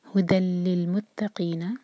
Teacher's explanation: قاف حلق سے نکالیں گے اور دو حرکہ، مد طبعی اور نا ایک حرکہ، اس کو لمبا نہیں ہونے دینا.